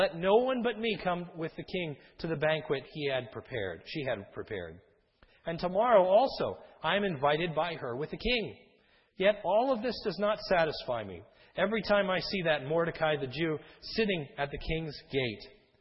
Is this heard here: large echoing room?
yes